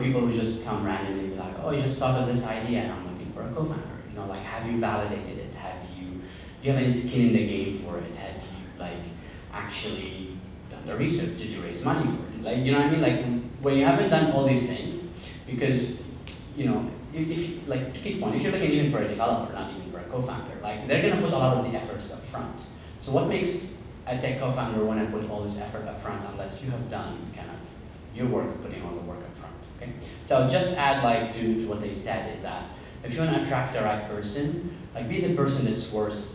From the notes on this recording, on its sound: In this episode I attend a meetup event by Spring Startup School for Entrepreneurs where a panel of tech industry leaders share their advice.